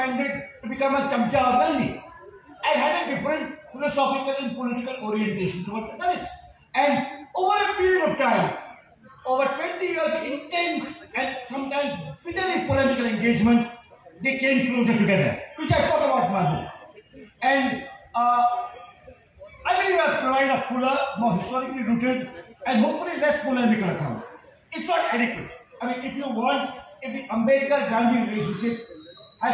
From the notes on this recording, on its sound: Delivered an extraordinary speech in the Bangalore Literary Festival. It was shot by me using my Vivo phone without additional professional equipment.